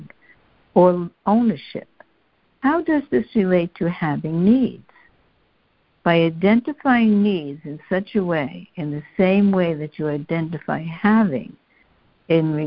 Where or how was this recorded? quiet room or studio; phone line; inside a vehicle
phone line